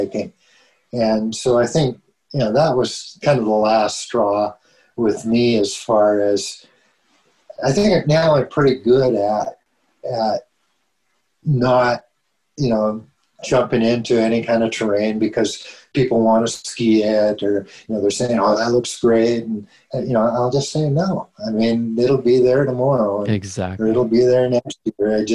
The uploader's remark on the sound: I sit down on a Zoom call with an iconic couple out of Prince George, BC.